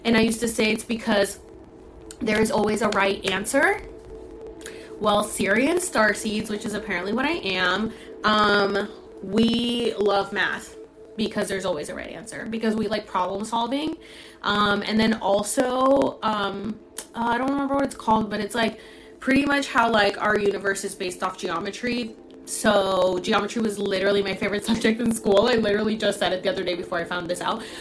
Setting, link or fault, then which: fault, background noise